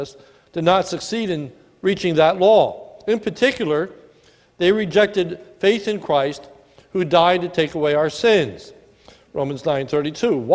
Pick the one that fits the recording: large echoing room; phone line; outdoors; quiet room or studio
large echoing room